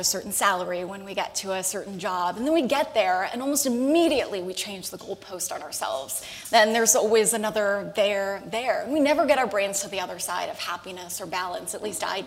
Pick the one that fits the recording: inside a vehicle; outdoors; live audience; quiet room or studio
live audience